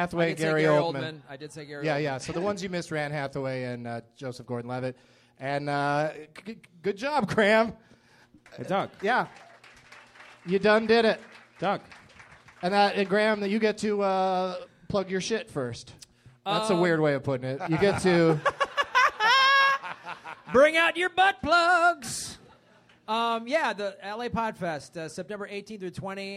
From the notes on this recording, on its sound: Live from The American Comedy Company in San Diego